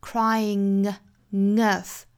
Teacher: 这个属于是后鼻音加上元音的连读，所以我们读出一个 crying earth。Earth 这个词也要注意尾部的这个 th，应该是一个舌头伸到口腔外头去摩擦上齿的一个轻辅音哈。Cryingearth，我们在发这个轻辅音的时候呢，声带不震动，那还要注意呢，是一个送气音，所以其实是有气流从舌齿之间的缝隙流出来的。Earth，不是上下齿咬住这个舌头啊，而是用舌面去摩擦上排牙齿发出这个轻辅音的。Earth，crying earth，后面 the weeping shoresweep。前面是一个紧音的 e 的发音，后面的 ing 是松音，所以这个词是由紧到松的口型过渡的。weeping。最后的 shore 后面加的这个 s 应该读浊音，因为 shore 尾音呢是一个元音，元音后面去变过去式加